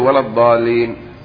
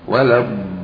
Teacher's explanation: واللام مشددة، لا تقول ولا الضالين، شدد فقل ولا الضالين، مشدد اللام · Shown in: second take